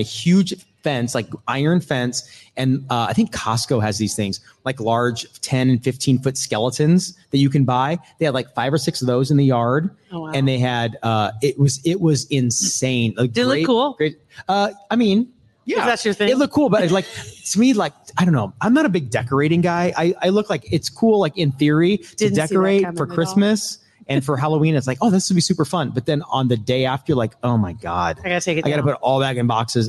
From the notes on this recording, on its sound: Another fun LIVE podcast recording at Hurrdat Sports Bar !